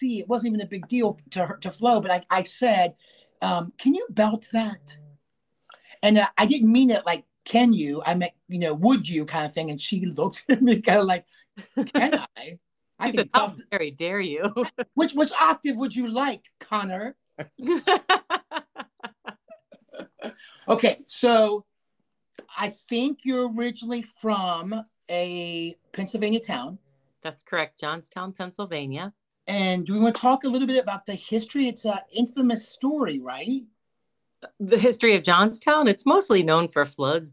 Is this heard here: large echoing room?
no